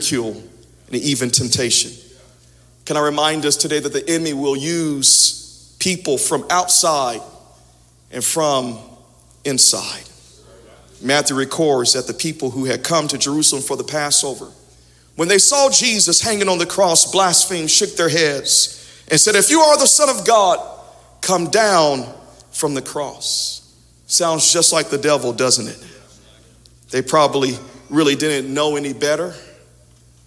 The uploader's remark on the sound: Audio from Sunday 11/28/21 Worship Service